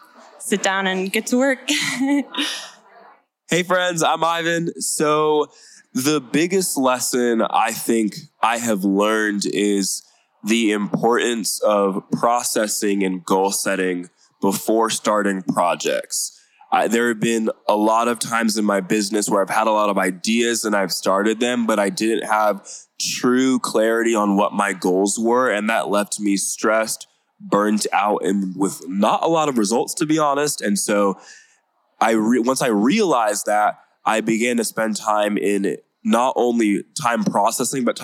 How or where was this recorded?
busy venue